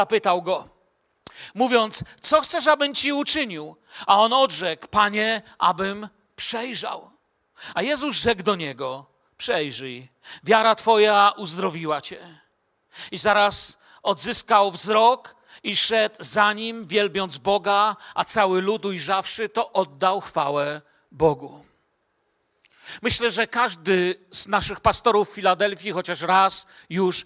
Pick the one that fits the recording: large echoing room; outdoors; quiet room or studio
large echoing room